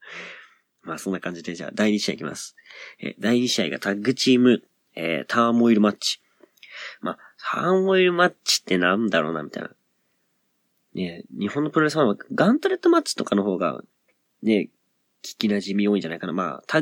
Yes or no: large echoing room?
no